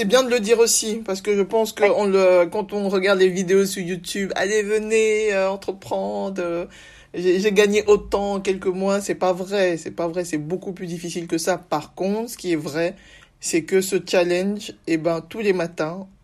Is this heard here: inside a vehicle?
no